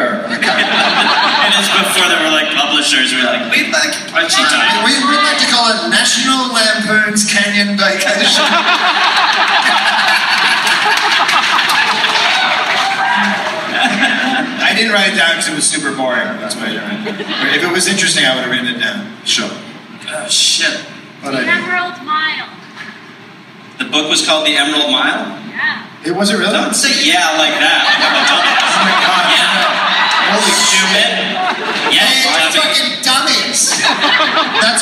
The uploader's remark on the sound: Live in SLC. Live in Salt Lake City.